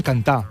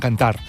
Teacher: S'escriu amb R final, però no es pronuncia aquesta R. · Shown in: first take · Sí, queda muda. · Term: emmudiment